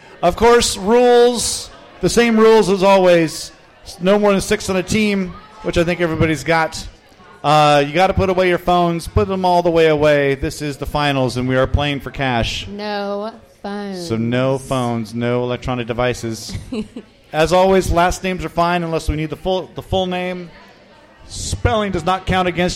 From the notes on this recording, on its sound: Live at the Local 907 in Renton! 13 of the best and brightest trivia teams around compete in our first-ever tournament finals!